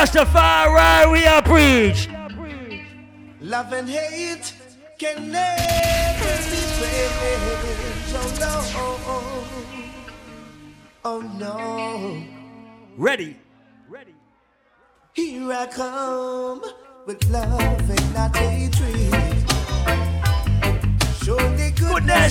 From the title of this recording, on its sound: LIVE AT ISLAND SATURDAYS ON 11.30.19